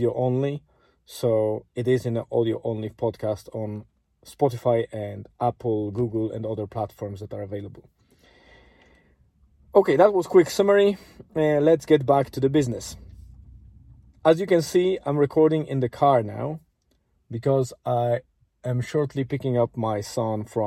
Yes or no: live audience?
no